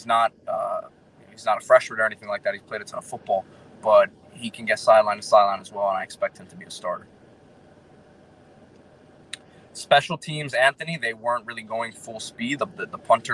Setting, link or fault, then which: setting, outdoors